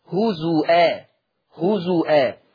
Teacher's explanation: أما ورش فيقرأ بهمز الواو